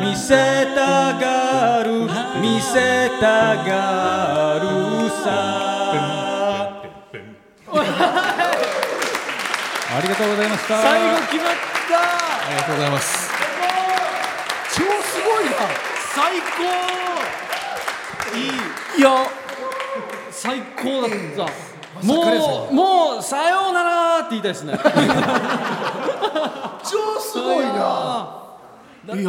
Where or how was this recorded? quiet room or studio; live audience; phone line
live audience